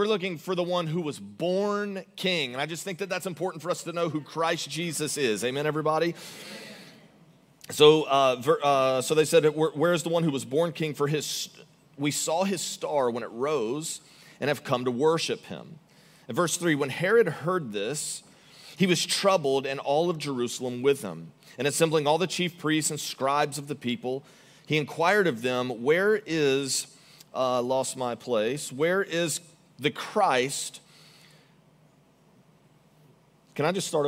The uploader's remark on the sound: Recorded live on December 17, 2023 at Church On The Rock